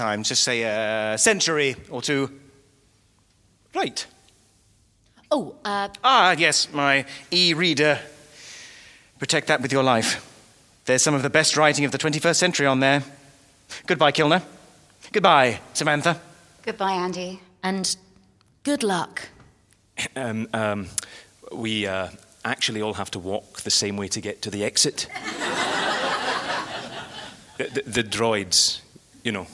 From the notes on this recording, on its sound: LIVE SHOW. Recorded live at London Podcast Festival Presents… Audio Drama at Kings Place in London.